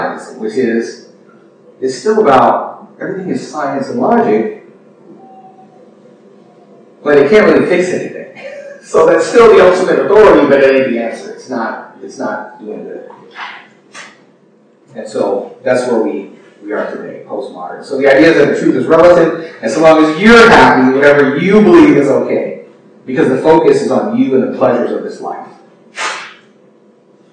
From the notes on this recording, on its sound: Unfortunately, we experienced some technical difficulties with the recording process. We apologize for the poor audio quality.